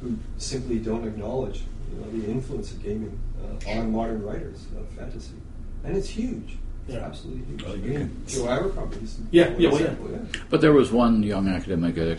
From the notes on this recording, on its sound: Continuing the series of podcasts we recorded in Saratoga Springs at the World Fantasy Convention.